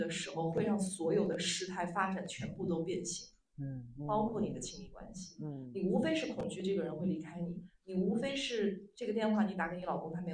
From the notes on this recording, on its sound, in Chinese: 我们在线下举办的一次读书分享会。由于现场收声，所以音频的音质有些受损。